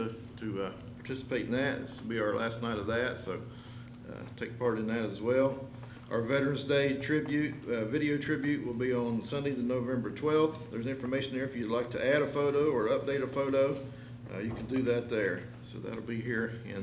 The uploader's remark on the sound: LIVE Services at Sunshine